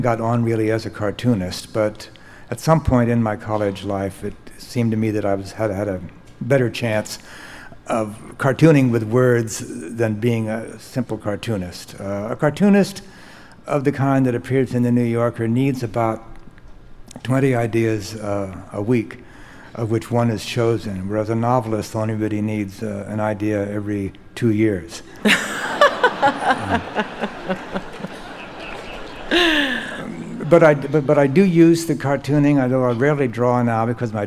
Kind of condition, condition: setting, live audience